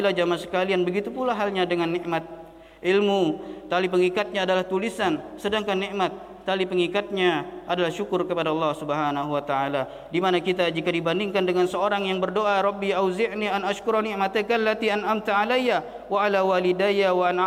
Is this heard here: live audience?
yes